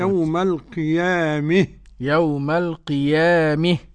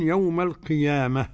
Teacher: إمالة هاء التأنيث وما قبلها · Shown in: first take · Term: الإمالة الكبرى